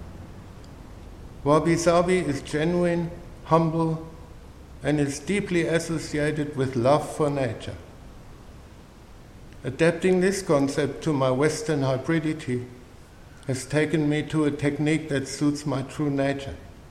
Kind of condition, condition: setting, large echoing room